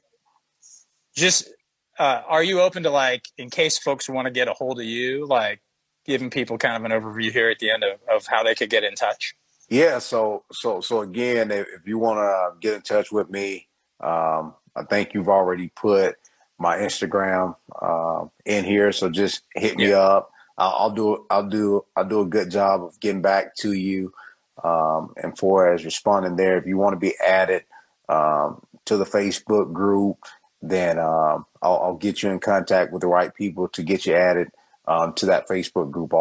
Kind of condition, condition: link, video call